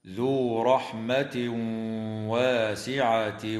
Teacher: ويدغم التنوين في الواو مع الغنة